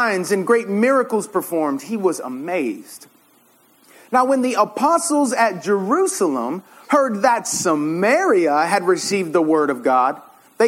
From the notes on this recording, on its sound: This sermon was preached at RUF summer conference in 2017.